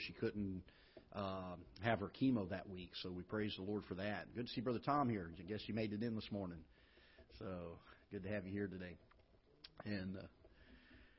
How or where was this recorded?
large echoing room